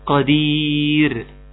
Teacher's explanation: مع ان قدير طبعا راء قبلها حرف مد، فلازم تكون مرققة